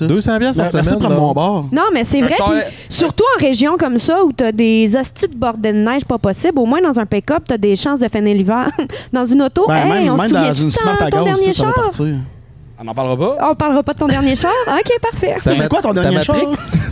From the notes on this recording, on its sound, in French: Un merci particulier au Le Paramount et Gabitibi pour m'avoir permis une seconde fois d'enregistrer un Podcast dans leur établissement!